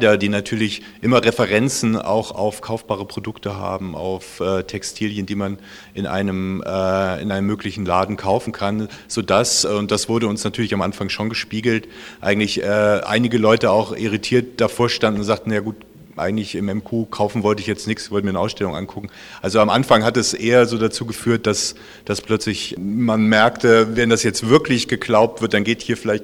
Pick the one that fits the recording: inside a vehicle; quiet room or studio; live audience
live audience